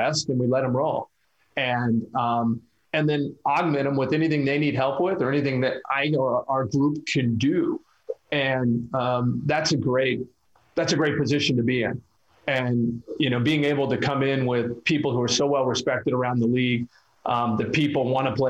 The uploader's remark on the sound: fielded questions from local media via ZOOM